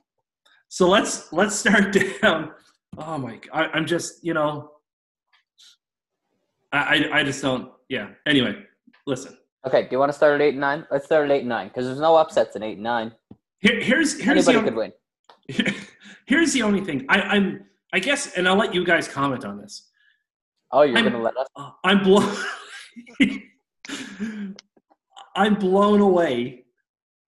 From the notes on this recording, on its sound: jump on an impromptu zoom call